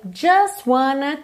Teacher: just wanna, como a gente não fala o T